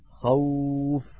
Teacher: قريش، هذا مثال التقى فيه ساكنان والأول منهما حرف لين يائي. خوف، أيضا التقى ساكنان والأول منهما حرف لين واوي